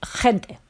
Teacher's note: Es un sonido muy fuerte y que viene de la garganta. · Term: sonido J